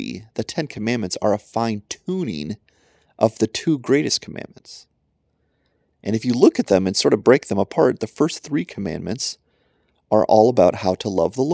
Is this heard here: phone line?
no